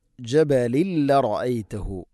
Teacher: ജബലിൻ തൻവീൻ ശേഷം ലാം ഇദ്ഗാം ബിലഗുന മണിക്കാതെ കൂട്ടിലയിപ്പിക്കണം. ജബലിൽ റഅയ്തഹു, അതുപോലെ തന്നെ ലറഅയ്തഹു, ലറഅയ്തഹു എന്ന് റായിനെ ഇങ്ങനെ പരത്തിയിട്ടല്ല പറയേണ്ടത്, അതിനെ കനപ്പിച്ചുകൊണ്ട് ഉച്ചരിക്കണം.